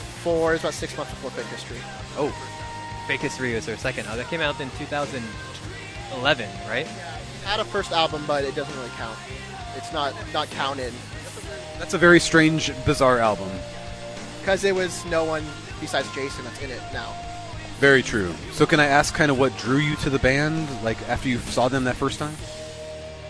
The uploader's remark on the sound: Recorded outside. We interviewed excited and passionate fans of these bands.